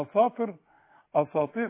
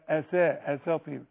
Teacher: وكلمة اساطير لازم ما تطعمهاش ببعض الصاد · Shown in: second take · يبقى فيها ريحة الصاد، لا دي كلها أسا، زي ما تقول ايه أسافر، هتقول ايه أصافر أساطير، لا أسا أساطير.